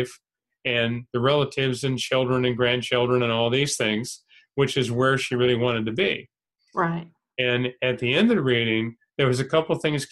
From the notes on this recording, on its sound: Spiritual Development Class held online via zoom.